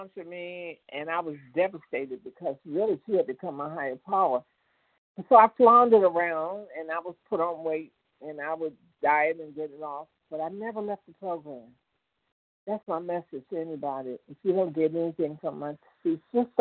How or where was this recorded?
phone line